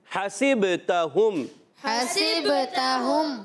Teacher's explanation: حرکات کو نہیں کھینچیں گے، مگر سین کو با سے ملائیں گے. حسب، با میں کلکلہ ہوگا.